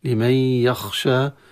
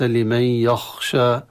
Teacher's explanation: يخشى نقف على الألف بالمد الطبيعي، ولكن لا نفخم الياء · Shown in: first take · لمن يخشى وليس لمن يخشى كما يفعله كثير من الطلبة، والله تعالى أعلم.